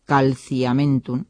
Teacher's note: En la evolución vocálica, la e larga se cierra en i, así catequisis, o la e en iato también se cierra en i